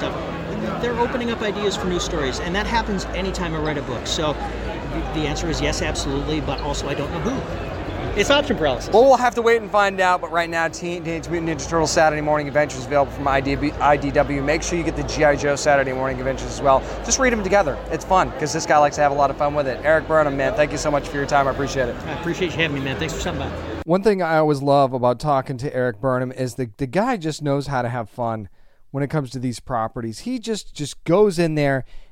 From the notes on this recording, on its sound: our conversation from the IDW booth at Comic-Con